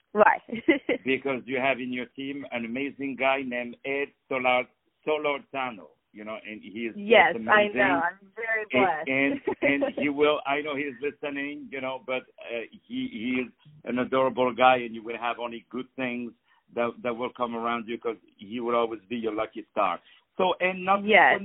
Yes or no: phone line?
yes